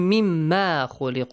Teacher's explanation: So, min ma actually it is, but mimma, idgham is here. Min ma, nun sakin plus mim, idgham.